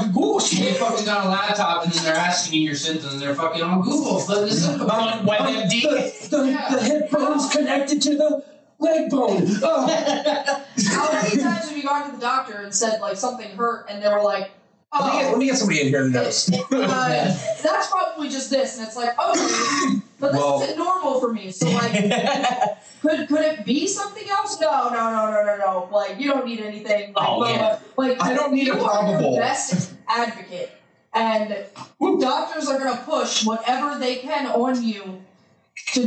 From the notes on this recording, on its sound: Unfortunately problems happened with the audio but was edited enough to post.